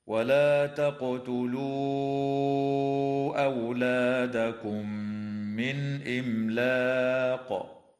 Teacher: وكذا تظهر الميم من كلمة إملاق، ويجوز الوقف على هذه الكلمة من قبيل الوقف الجائز، وتقلقل القاف فيها حال الوقف وجوبا · وتدغم الميم الساكنة في الميم مع الغنة